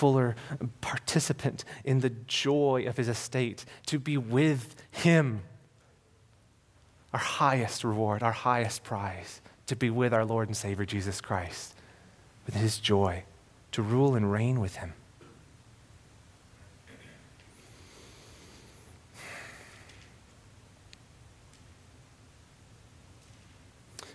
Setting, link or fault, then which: setting, large echoing room